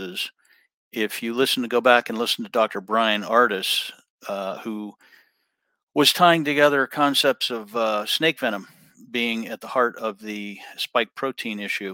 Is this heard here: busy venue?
no